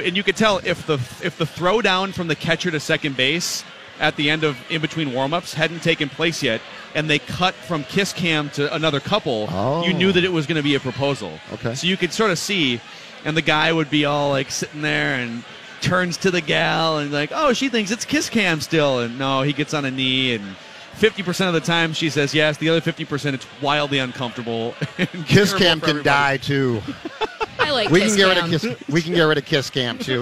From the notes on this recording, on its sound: LIVE from Kieran's Irish Pub.